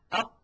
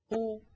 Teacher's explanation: ينحصر الضيق والإزعاج في جهاز النطق في القاف حالة سكونها، وذلك بسبب انغلاق المخرج وانقفاله انقفالا تاما يحجز خلفه كمية من الهواء · Shown in: first take · تشكل إزعاجا للناطق.